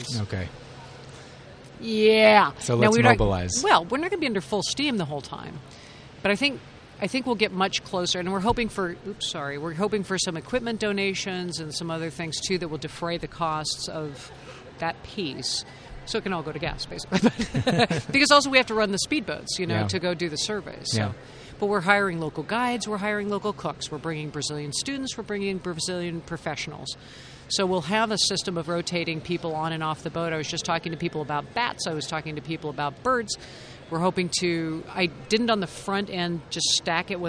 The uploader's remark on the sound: The conference was held at Navy Pier in Chicago, USA. The PrimateCast On Location at IPS 2016.